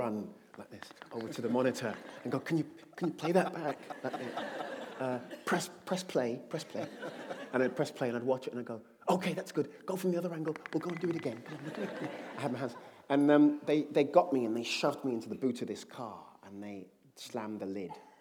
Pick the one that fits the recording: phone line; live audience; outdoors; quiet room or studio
live audience